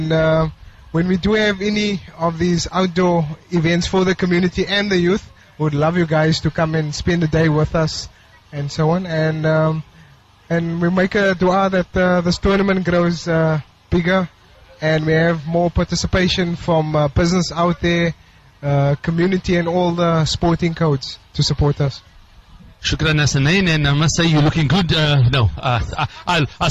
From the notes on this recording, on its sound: ROSMEAD SPORTS FIELD OUTSIDE BROADCAST. Voice of the Cape Live Broadcast. Covering the T20 Cricket at Rosmead Sports Field.